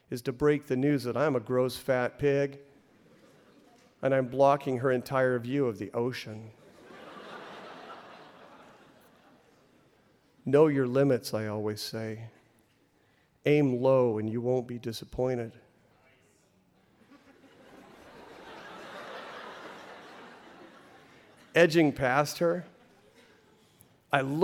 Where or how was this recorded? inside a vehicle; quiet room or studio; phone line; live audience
live audience